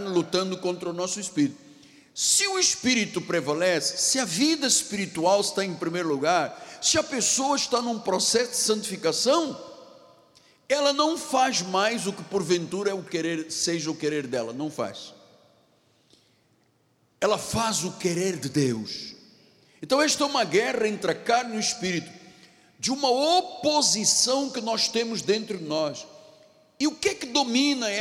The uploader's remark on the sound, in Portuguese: Este culto gravado, parte da série da Igreja no Rio de Janeiro.